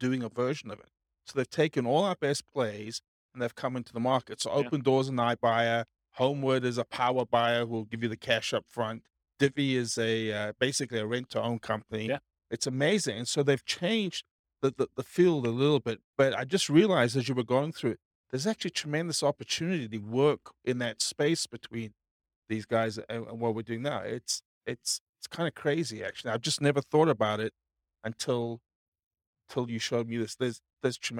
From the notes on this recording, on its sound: This was a live class recorded